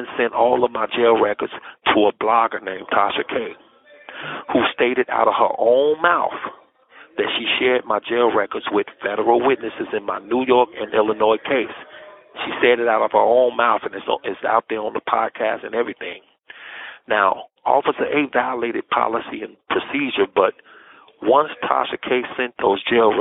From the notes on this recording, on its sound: LIVE PHONE CONVO